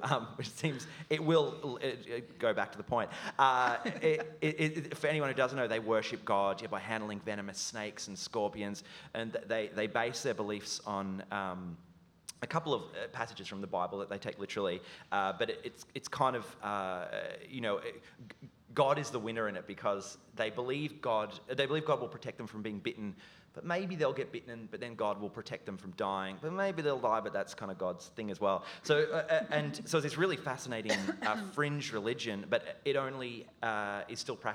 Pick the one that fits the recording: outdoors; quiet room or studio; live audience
live audience